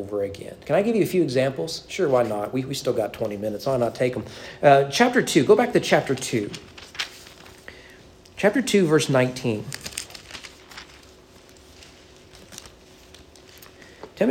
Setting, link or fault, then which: setting, large echoing room